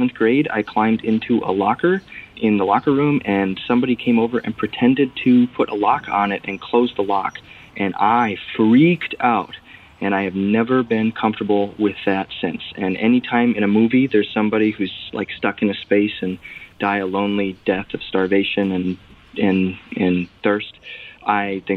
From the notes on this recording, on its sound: A 23 year old listener who called in to us from the Minnesota/North Dakota border.